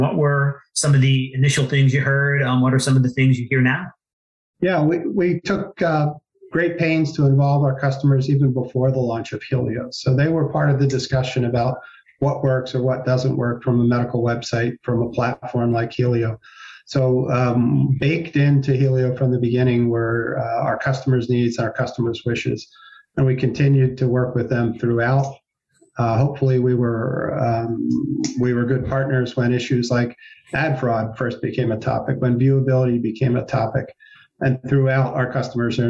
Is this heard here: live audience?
no